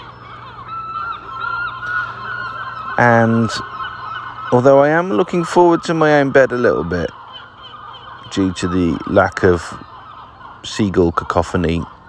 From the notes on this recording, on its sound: I’d packed a load of radio and recording tech but used hardly any of it. The audio above was recorded mainly on my phone. The only audio not recorded on my phone was recorded with my radio. It has a handy feature where you can record both transmitted and received signals. Just a snippet as I only recorded the first couple of contacts.